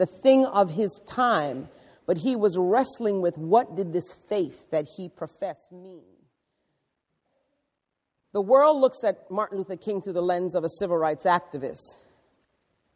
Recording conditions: large echoing room